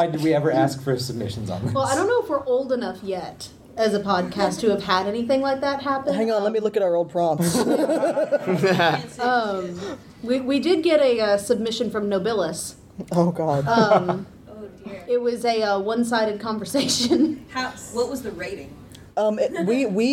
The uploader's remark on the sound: Here's the recording of the live audio. Our Balticon 49 live recording. Special thanks to our lovely audience!